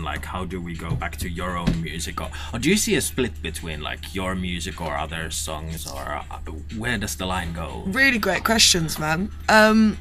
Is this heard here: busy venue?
no